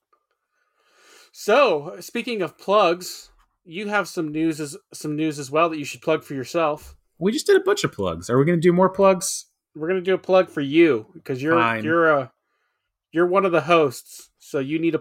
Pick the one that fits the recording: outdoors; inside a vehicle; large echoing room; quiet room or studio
quiet room or studio